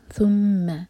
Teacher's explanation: میم پر شدہ تو میم پر غنہ، اور اس کو لائٹ رکھنا ہے